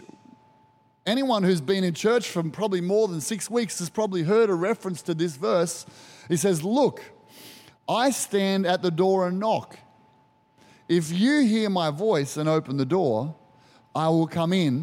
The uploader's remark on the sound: Recorded during our 9am service on Sunday, the 23rd of July 2023.